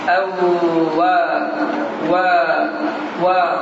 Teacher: Dodaqlar vab hərfində tam bir şəkildə gönçə bir halını alır.